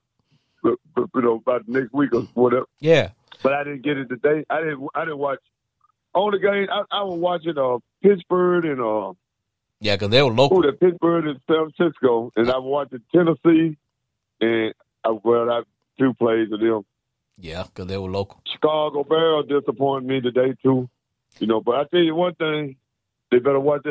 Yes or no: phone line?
yes